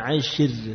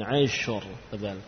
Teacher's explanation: berarti ra-nya dibaca tebal karena ra itu sukun didahului harokat fathah · Shown in: second take · Ash, ashur, ya, bukan ashir, tapi ashur, tebal.